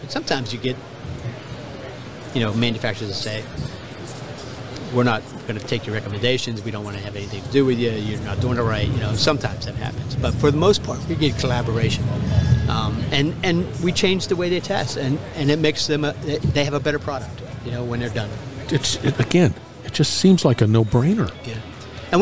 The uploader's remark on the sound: The Industrial Talk podcast at a conference in New Orleans.